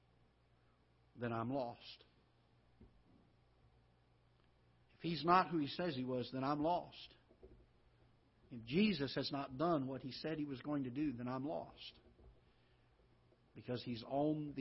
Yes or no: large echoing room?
yes